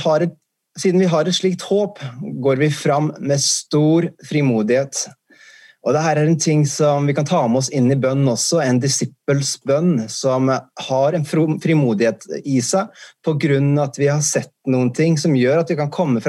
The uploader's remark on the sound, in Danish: C3 søndag på Zoom.